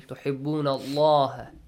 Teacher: The letter lam in the word Allah. It's pronounced heavily.